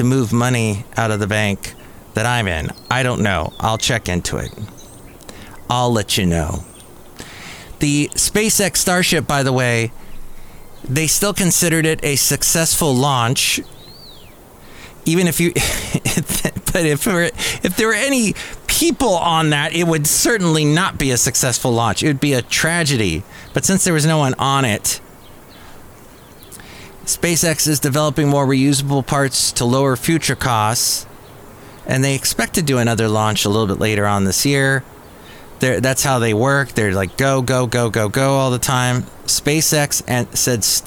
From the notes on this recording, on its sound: podcasts live from Cafe Anyway